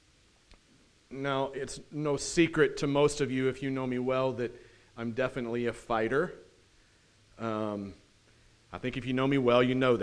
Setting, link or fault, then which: setting, large echoing room